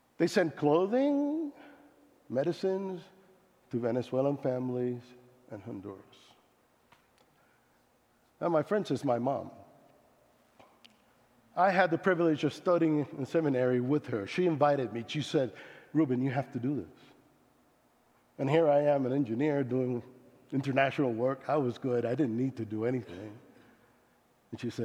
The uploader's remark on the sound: Speaking at South Sub Christian Church Littleton CO